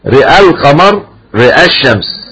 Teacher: إذا وقف يميل الراء والهمزة، لكن إذا وصل اللي دخل على ساكن يميل الراء فقط